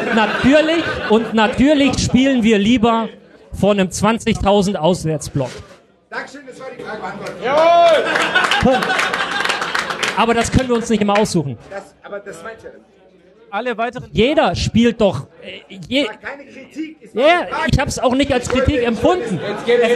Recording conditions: live audience